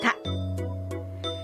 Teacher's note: 舌先が上顎の裏の上の前歯のところにしっかりとついて発音する